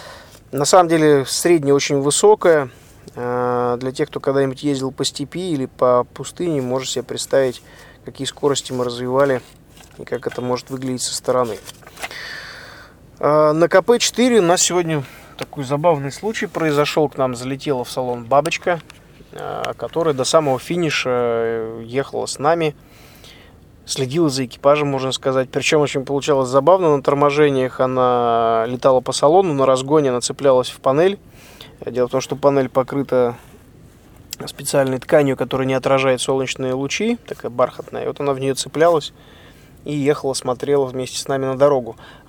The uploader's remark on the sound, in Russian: Этот выпуск я записал на бивуаке, развернувшемся на берегу Атлантического океана недалеко от города Дахла.